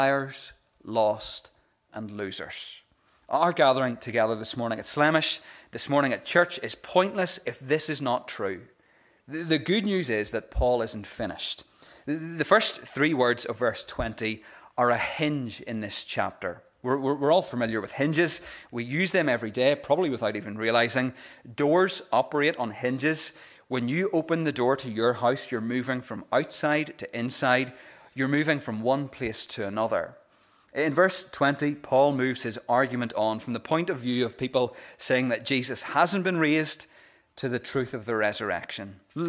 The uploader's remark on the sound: The recording of the Bible reading and sermon from our Easter Sunday morning service.